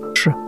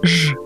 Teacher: А теперь после «ш» скажем сразу же согласный «ж». Думаю, вы согласитесь, что положение языка не изменилось. Просто добавился голос. Получается, что «ж» считается шипящим именно по способу и месту образования в ротовой полости.